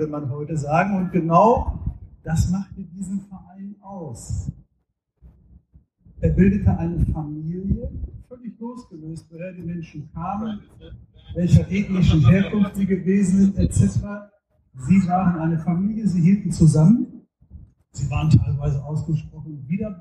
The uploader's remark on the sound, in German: Live vom DortBunt Festival. Während wir sonst für gewöhnlich jeder an seinem eigenen Schreibtisch sitzen, um euch Auffe Ohren aufzunehmen, durften wir diesmal live, in Farbe und bunt auf der Bühne der BVB-Fanabteilung platz nehmen. Bitten, die Tonqualität zu entschuldigen.